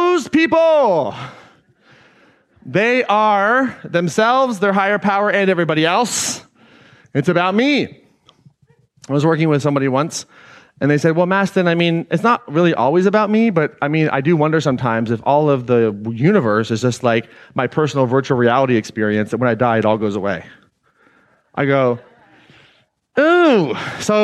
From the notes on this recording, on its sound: Today’s episode is an excerpt taken from Claim Your Power Live earlier this year.